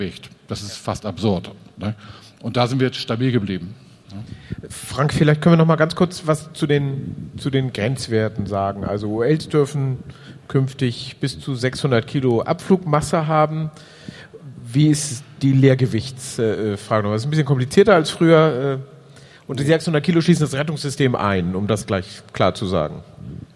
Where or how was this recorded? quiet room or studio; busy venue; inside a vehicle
busy venue